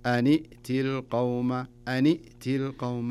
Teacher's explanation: التقى الساكنين الحاصل. فإذا التقى الساكنين نكسر الساكن الأول. تصير النون بدل ما هي سكون كسرة. أن ائتي ولا نقول أن ائتي.